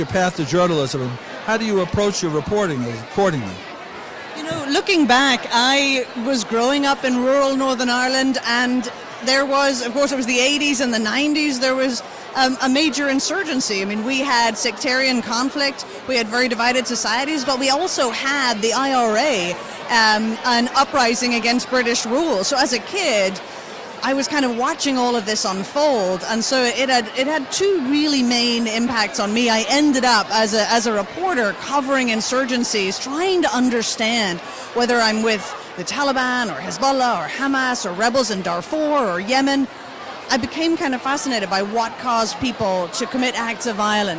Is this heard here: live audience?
yes